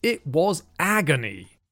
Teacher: the word is quite nice to say and the long ah sound allows you to be very expressive